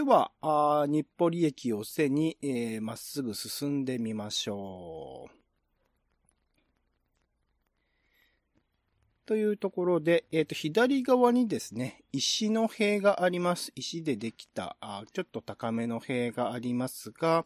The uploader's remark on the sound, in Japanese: 実際に歩きながら。今回は、日暮里駅を出て谷中銀座商店街を歩きます。